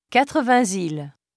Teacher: Liaison occurs when 80 appears before a vowel sound with the final S pronounced as z.